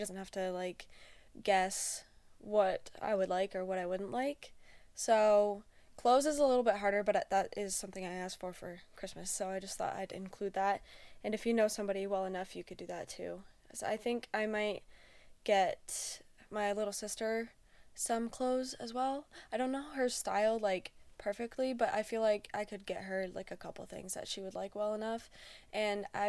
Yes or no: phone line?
no